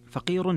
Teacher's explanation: فقير فيها ترقيق الراء لورش